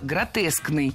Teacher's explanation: Кстати, если мы хотим образовать от существительного «гротеск» прилагательное, то предпочтительным вариантом будет слово «гротескный» с однозначным ударением на втором слоге